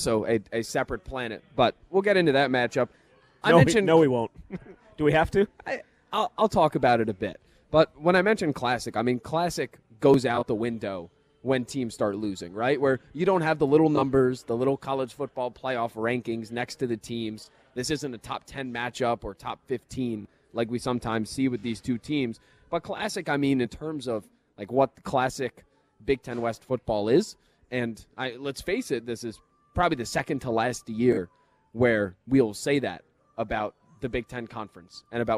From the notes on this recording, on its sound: live at Monk's in Sun Praire